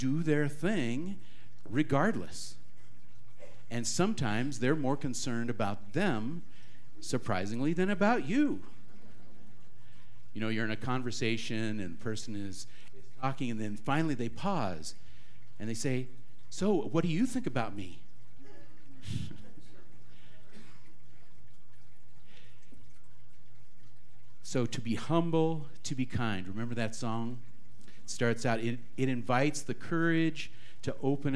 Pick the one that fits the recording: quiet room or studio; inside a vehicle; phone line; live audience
live audience